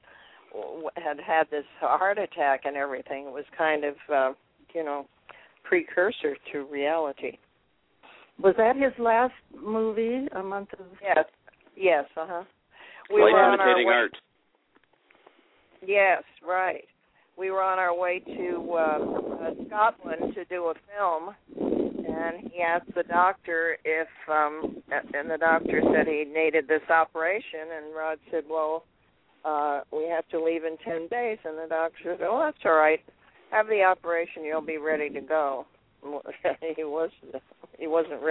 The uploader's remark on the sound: call in to share their reactions